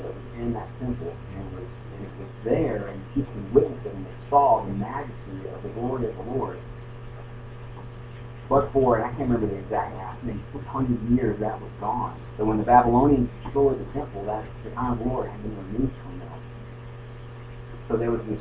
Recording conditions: poor sound quality